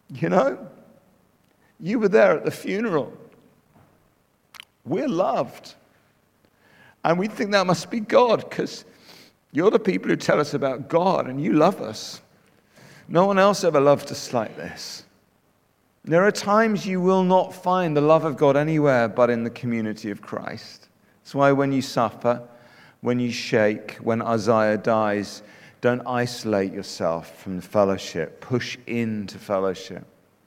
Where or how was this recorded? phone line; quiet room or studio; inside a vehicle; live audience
live audience